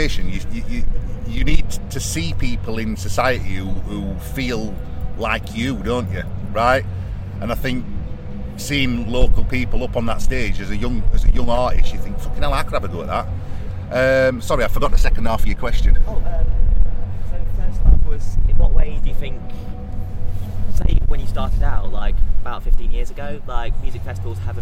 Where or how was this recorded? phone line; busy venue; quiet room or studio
busy venue